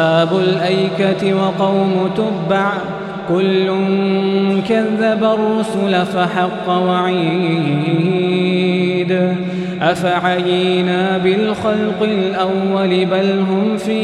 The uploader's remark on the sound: Taraweeh 2019-1440 | Masjid Safia Kanoo | kingdom of Bahrain.